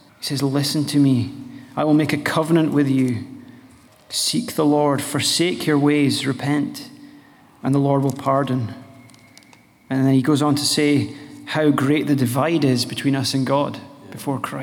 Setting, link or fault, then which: setting, live audience